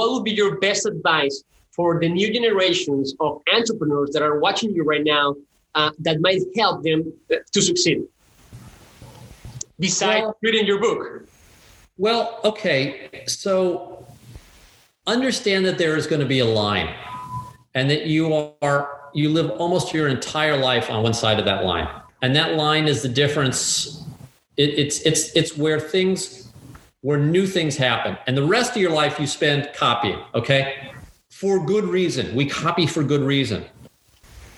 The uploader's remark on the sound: Talked to us via zoom from his office in Saint Louis, Missouri.